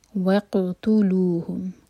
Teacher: قاف کا قلقلہ واضح اور قاف حلق سے. وقتلوہم، تو پر زور، سکون کے بعد تا آ رہا ہے.